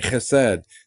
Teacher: It's got that guttural sound in the back of the throat.